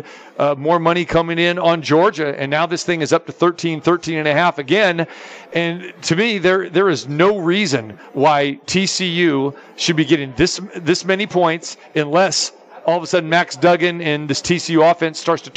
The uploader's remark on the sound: Live from SoFi Stadium